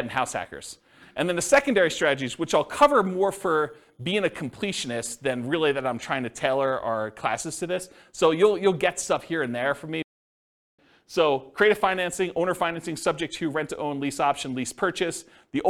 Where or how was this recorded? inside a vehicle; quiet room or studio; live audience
live audience